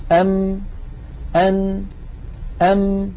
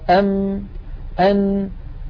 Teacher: أم أن أم، لاحظوا هكذا، أم أن، لو سددنا الأنف وقلنا أم أن نجد بأن الصوت قد اختل. · Term: الغنة